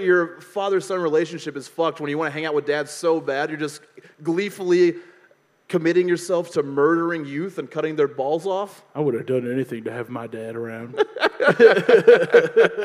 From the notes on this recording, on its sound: This live episode from deep in the heart of Texas.